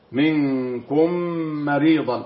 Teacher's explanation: الميم مع الميم ده يسمى إضغام مثلين صغير، وحكم الإضغام بمقدار حركتين